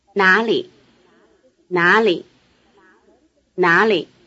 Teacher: Notice that the tone pattern is rising, neutral. 哪里? This is because the syllable li is a basic low-tone syllable, and as you will remember, the first of two low-tone syllables changes to a rising tone.